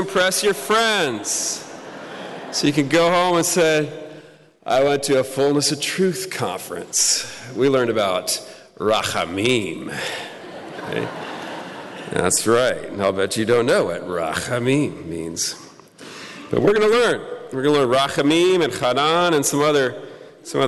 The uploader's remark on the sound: Talk Two presented at the Fullness of Truth Conference